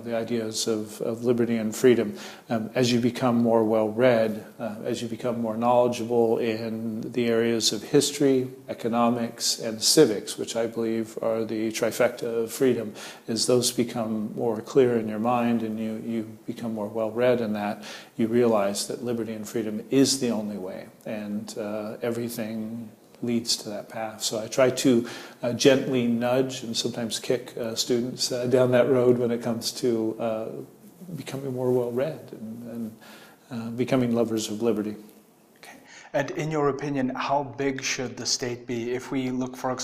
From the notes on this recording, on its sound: The interview took place at the Liberty International World Conference 2018 in Krakow.